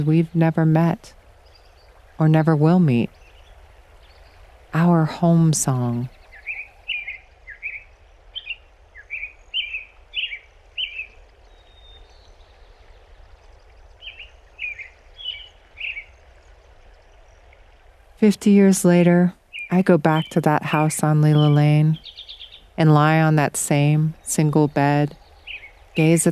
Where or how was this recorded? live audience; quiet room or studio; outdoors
outdoors